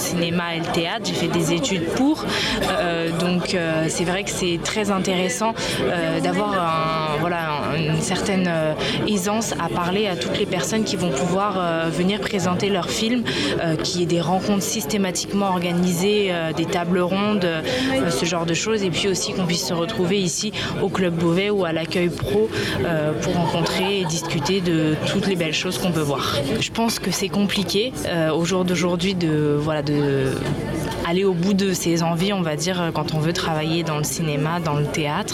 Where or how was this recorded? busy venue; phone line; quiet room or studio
busy venue